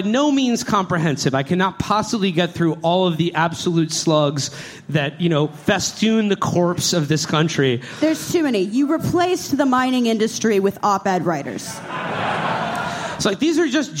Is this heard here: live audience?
yes